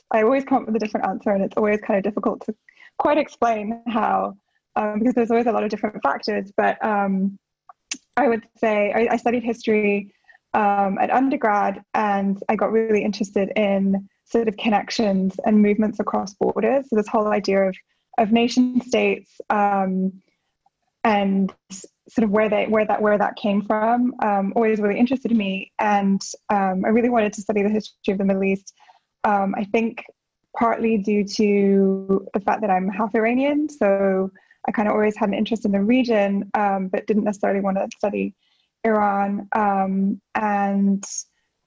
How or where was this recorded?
video call